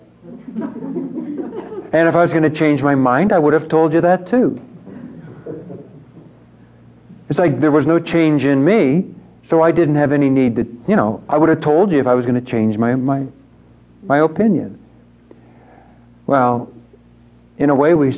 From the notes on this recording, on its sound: These four retreat conferences were recorded live at St. Francis Retreat Center in Cincinnati, Ohio.